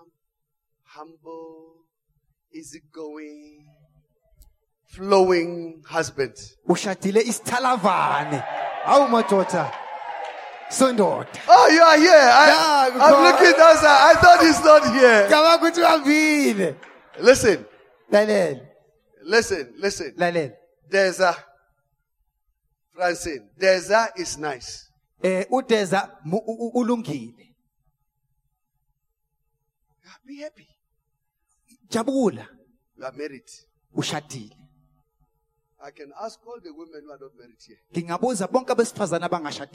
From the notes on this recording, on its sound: preached during Emmanuel Christian Church Annual Family Conference 2019